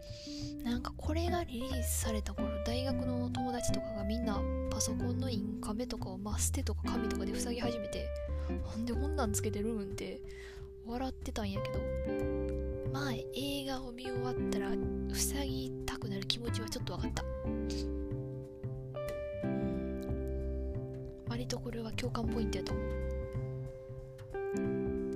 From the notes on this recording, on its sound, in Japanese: Anchorと仲良くなりきれないまま収録に臨んだ結果少し音声が小さくなっています。